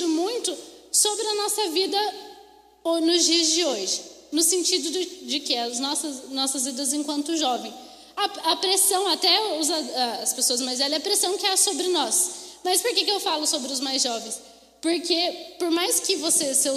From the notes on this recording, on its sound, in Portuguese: Mensagem ministrada ao vivo.